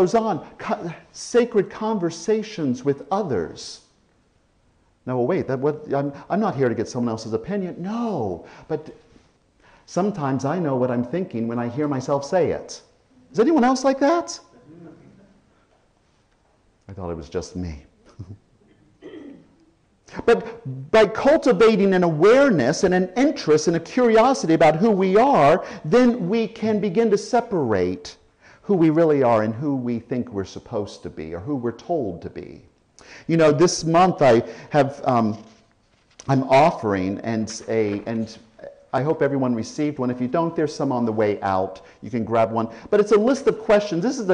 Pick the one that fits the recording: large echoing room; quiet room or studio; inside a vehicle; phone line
large echoing room